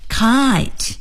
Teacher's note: kite 是由 a 到 e 滑动的这个双元音 i